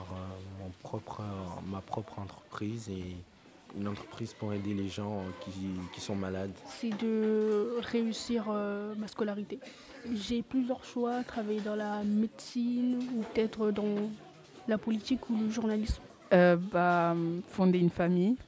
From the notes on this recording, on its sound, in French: Carte postale sonore : la plaine d'Ozon à Châtellerault. Un groupe d'élèves allophones du LP2I a réalisé une carte postale sonore à la plaine d'Ozon à Châtellerault, pour saisir la diversité culturelle du quartier.